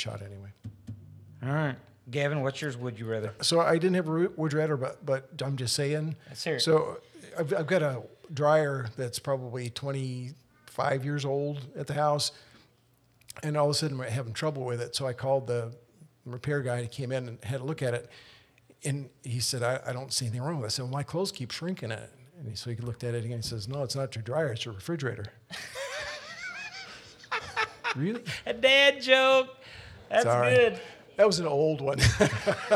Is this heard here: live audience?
yes